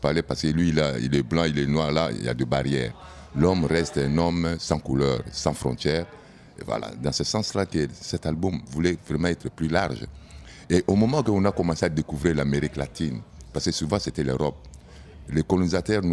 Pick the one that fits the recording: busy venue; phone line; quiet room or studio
busy venue